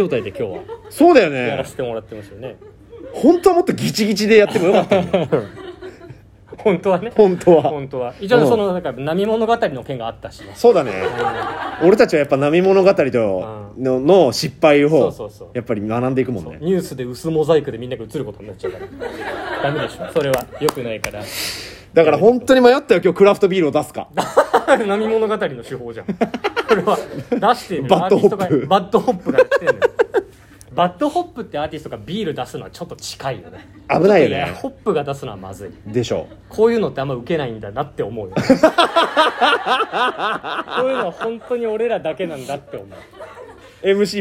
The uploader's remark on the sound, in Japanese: 09/12(日)にRadiotalk本社にて行われた公開収録。